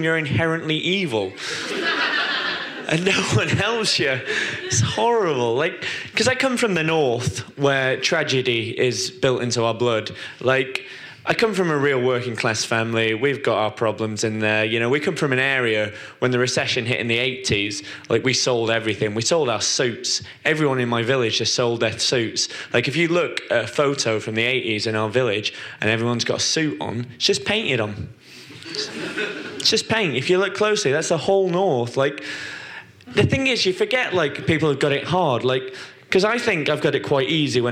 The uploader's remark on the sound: Podcasts recorded at our Stand Up Tragedy night that took place at The Dogstar on March 28th. SUT Brixton.